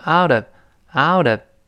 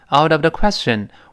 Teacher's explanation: out of 放在一块儿连读，加浊化读呢，outof，out of 注意 out，嘴要张开哦，把两边分开才收拢。Out of, out of the question, out of, out of